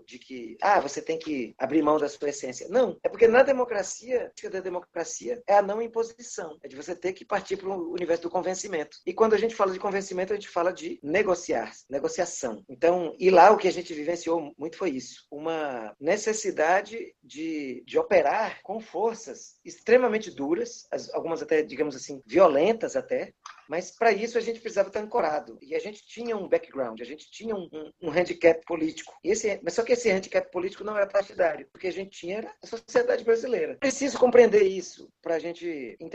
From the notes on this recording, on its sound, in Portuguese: Realizou um webinar ao vivo. Aqui você pode conferir na íntegra o áudio da conversa.